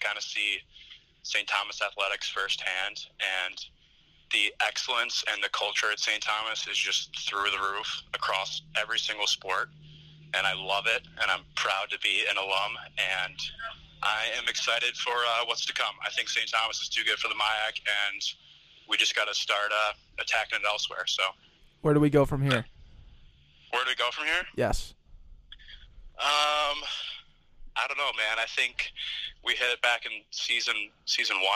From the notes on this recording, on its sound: take call ins to get real-time reactions